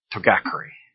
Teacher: when they emphasize togakure, the ga is improperly emphasized. Each syllable must be equally stressed in Japanese words.